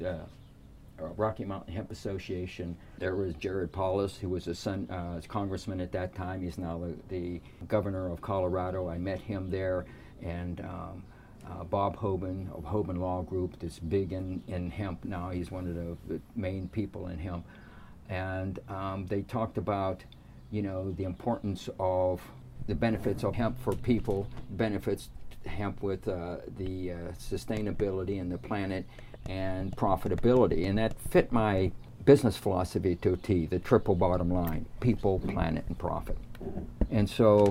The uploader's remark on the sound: Recorder live in the “Hemp House on Wheels” in Blandon PA for the “Hemp Entrepreneur Podcast”.